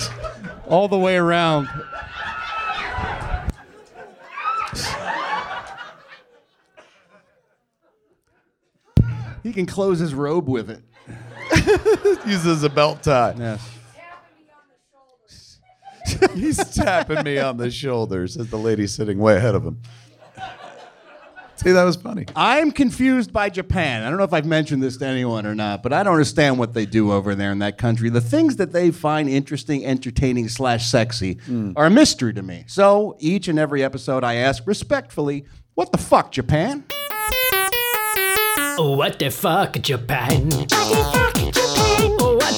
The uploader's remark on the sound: Recorded LIVE at the Improv in Hollywood, CA.